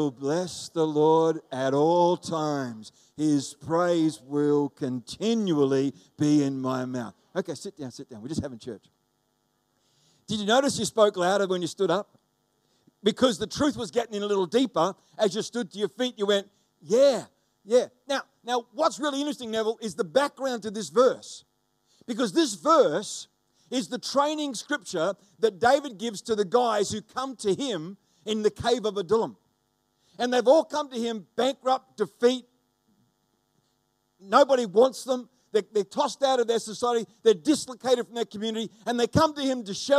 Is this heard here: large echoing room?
yes